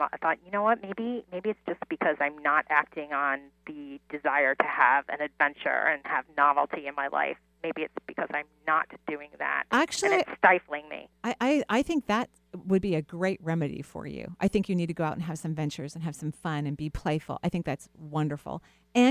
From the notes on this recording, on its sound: On today's call in show. Takes calls from around the US.